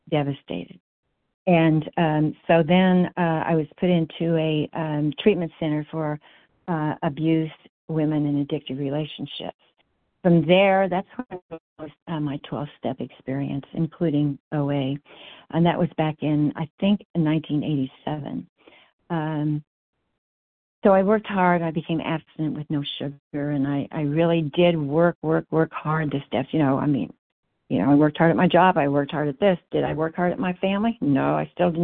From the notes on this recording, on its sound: 100 Pounders Phone Meeting, 9/13/23